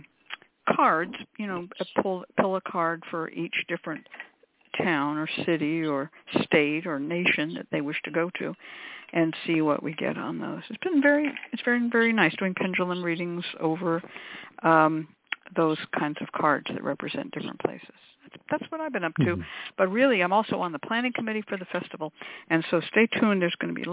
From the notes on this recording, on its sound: Is a real, live call-in show.